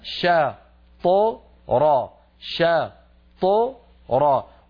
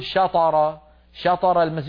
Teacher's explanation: وأما الطاء الساكنة التي بعدها فتخرج مقلقلة من غير فتح للفم · Shown in: first take · شا ط، وبعدها الراء مفتوحة تخرج بفتح الفم را، إذن شا